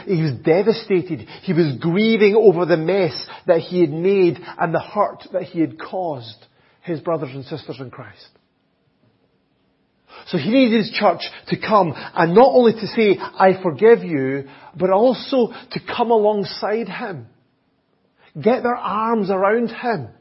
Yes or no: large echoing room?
yes